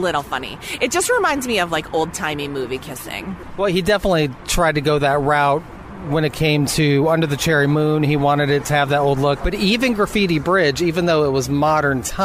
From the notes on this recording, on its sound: sat down outside a cute little cafe in Los Angeles